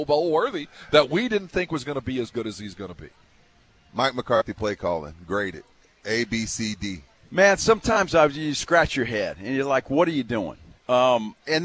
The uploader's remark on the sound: Live from the SA Sports Star Golf Classic at Olympia Hills.